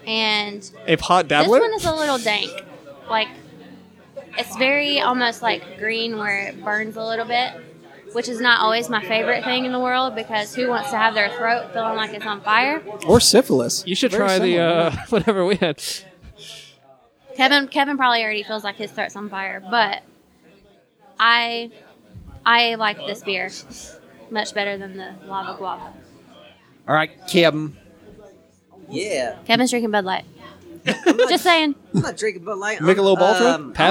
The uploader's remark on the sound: OHHAP Live from Deviate.